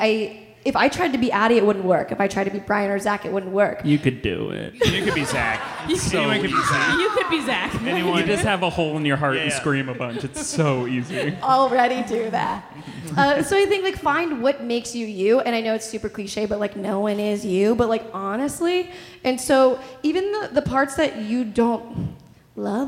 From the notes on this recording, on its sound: Live in Chicago!